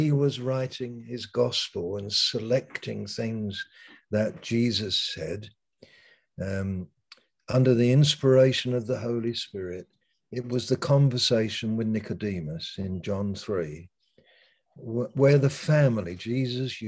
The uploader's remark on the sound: Malaysia Meets (Zoom).